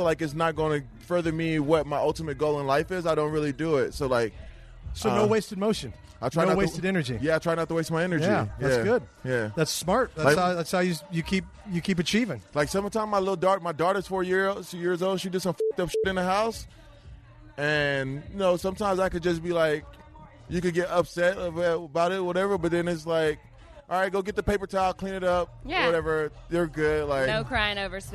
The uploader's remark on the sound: Live from Rams Preseason Game. LIVE from the Los Angeles Memorial Coliseum. For the Rams-Texans preseason tailgate party.